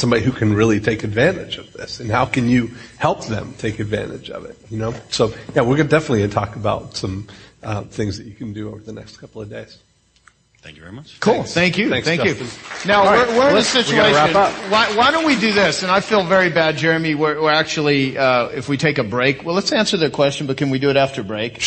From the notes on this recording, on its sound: The One Live From The Phoenix Platinum 2.0 Event. Taking live questions from the Phoenix Platinum 2.0 event.